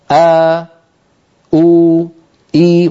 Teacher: فيبدأ الصوت بوترين منقفلين ثم يبتعدان هكذا أو إي وهكذا يكون مخرج الوترين في الهمزة. · Term: الهمزة متحركة